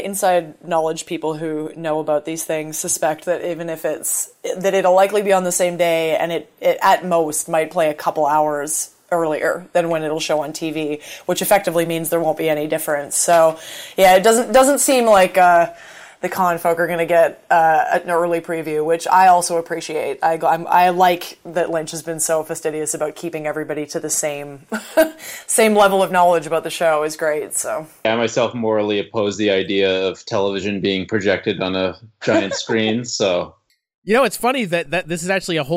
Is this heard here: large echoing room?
no